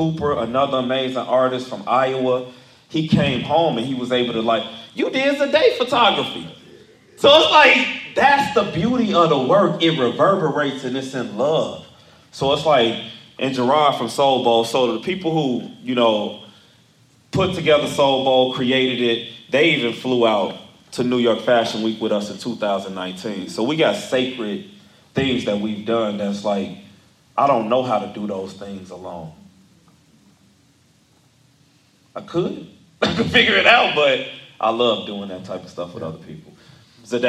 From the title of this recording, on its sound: from Live Event